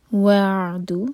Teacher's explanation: عین پر تھوڑا ٹائم دیں گے جھٹکا نہ ہو